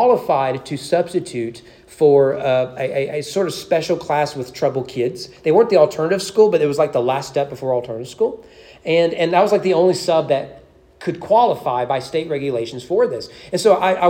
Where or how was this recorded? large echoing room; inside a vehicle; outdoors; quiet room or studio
large echoing room